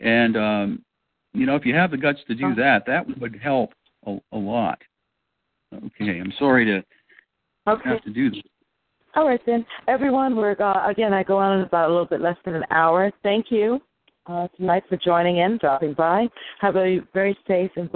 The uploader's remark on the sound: FFCHS Saturday Conference Call